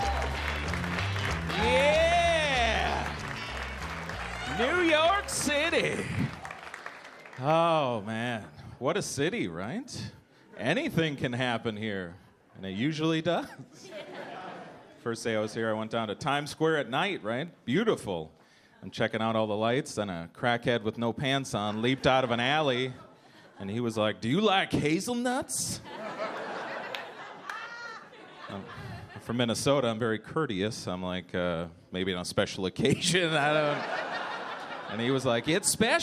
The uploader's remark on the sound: Gotham Comedy Live